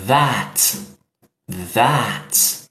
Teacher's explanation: É um A mais fraquinho, parecido com E, mas não é, não é that, é that.